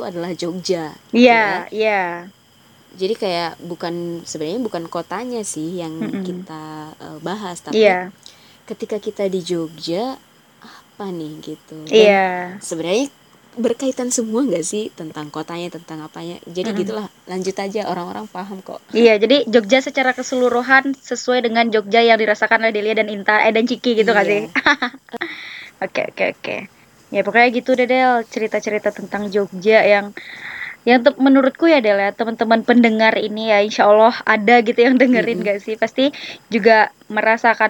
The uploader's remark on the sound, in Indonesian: Maaf ya jikalau sound nya kurang enak di dengar, masih banyak noise ya karena keterbatasan device dan kita juga terhalang jarak.